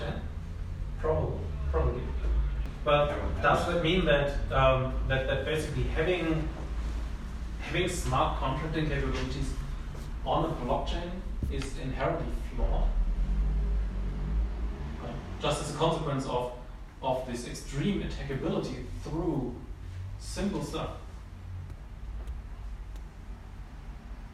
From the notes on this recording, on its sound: As this happened during a hot summer evening, the windows were open and the audio quality suffered as a result.